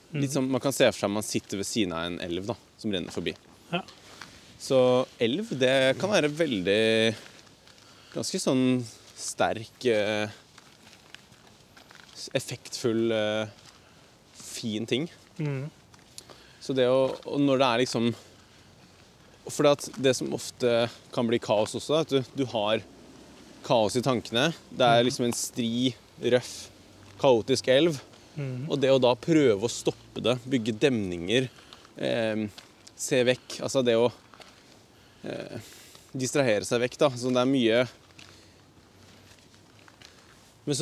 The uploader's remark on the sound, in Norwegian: Podcast UTENDØRS på tur!!